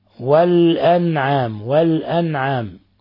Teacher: الأنعام نون ساكنة جاء بعد حرف العين، الحكم التجويدي إظهار حلقي